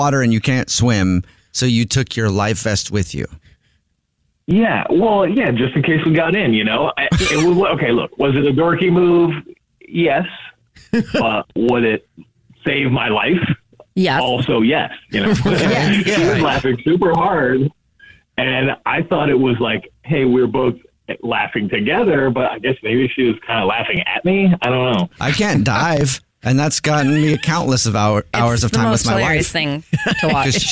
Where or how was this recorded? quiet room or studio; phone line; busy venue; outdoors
phone line